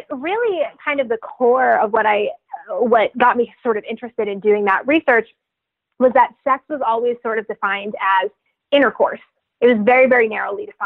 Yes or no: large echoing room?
no